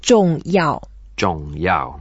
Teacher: both are in fourth tones, and the way to say fourth tones, we go down and just emphasize it.